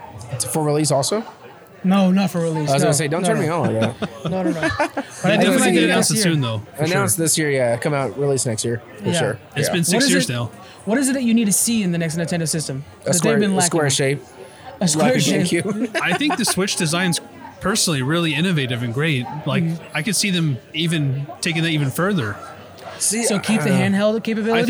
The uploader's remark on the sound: Live at Capital Creative Showcase 2023